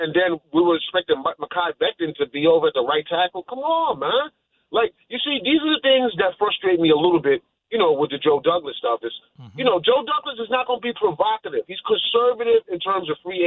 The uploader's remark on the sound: goes to the phones to hear from the listeners